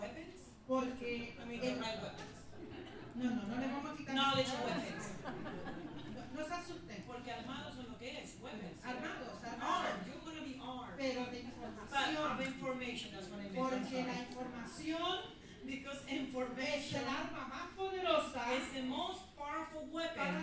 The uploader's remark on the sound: A recording of a community event where local police officers and police departments speak about their roles in policing immigrant communities.